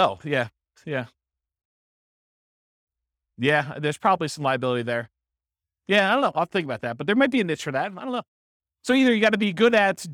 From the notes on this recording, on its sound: This was a live class recorded